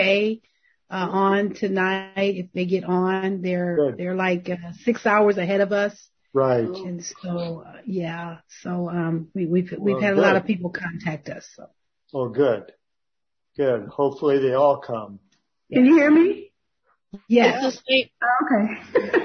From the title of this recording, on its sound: May 2021 Zoom Meeting